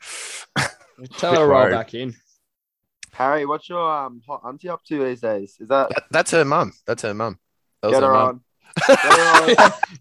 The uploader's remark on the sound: Reminiscing and opening the Zoom up to the world.